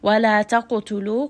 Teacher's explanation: Qaf is going to have qalqala. Lu. This is a four count mad.